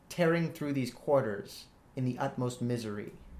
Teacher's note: Tearing is falling, stressed, then unstressed.